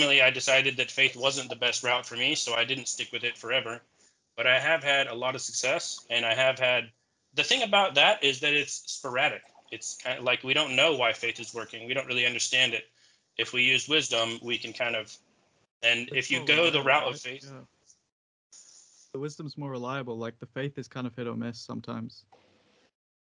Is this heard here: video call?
yes